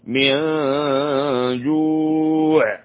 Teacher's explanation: الذي أطعمهم من جوع وقفت على جوع هنا بالسكون، والوقف هنا يقتضي المد العارض للسكون. من جوع نون ساكنة كبد حرف الجيم، هنا إخفاء حقيقي لابد من إظهار الغنة. من جوع هكذا نصل جوع بالتي بعدها.